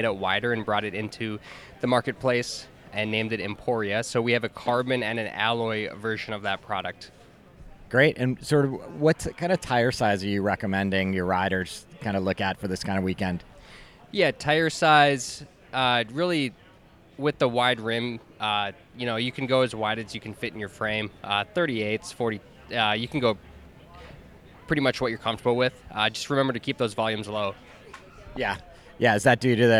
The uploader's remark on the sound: This week we come to you with recordings live from the Big Sugar Gravel event in Bentonville, AR.